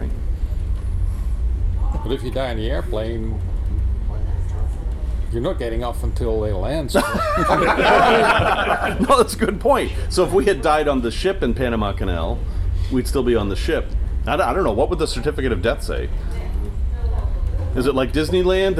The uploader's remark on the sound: LIVE from Off the Coast of Panama. We're off the shore of Panama in a 90,000 lb van!